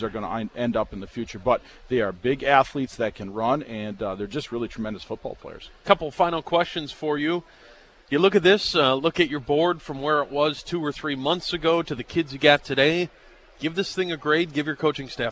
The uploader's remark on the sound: live from the Ramada